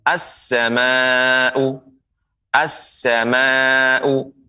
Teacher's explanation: alif lam lamnya dilebur menjadi sin as sehingga sin bertasydid